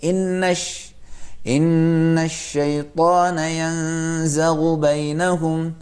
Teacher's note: حروف شمسی کے اوپر لام آیا ہوا ہے، اسی لیے یہ لام نہیں پڑھیں گے، لکھا جائے گا پڑھا نہیں جائے گا.